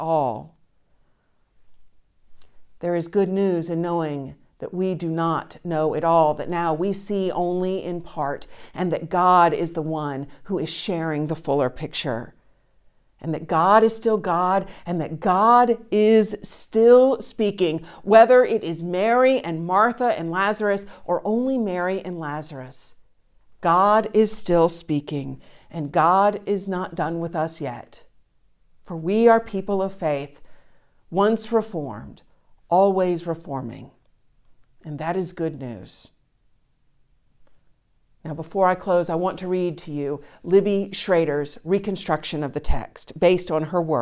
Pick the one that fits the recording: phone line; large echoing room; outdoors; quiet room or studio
large echoing room